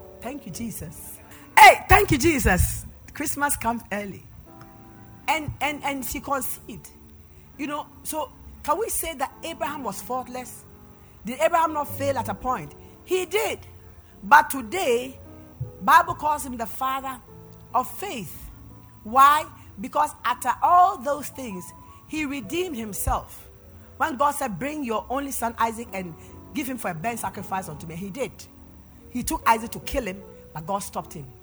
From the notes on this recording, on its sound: PREACHED AT THE LIBERTY SANCTUARY OF THE LORDS GARDEN MINISTRIES